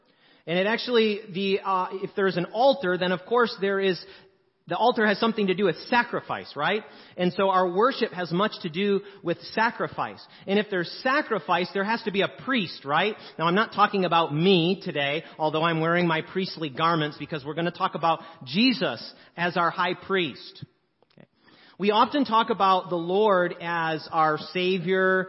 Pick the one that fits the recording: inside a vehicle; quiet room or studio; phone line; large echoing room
large echoing room